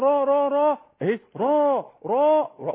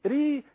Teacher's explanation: رو رو رو رو رو رو مفخم الراء، انما ري ري ري ري لا ده الراء مرققه خالص كده، ري ري ري هكذا فيها انفتاح فيها ترقيق وما الى ذلك.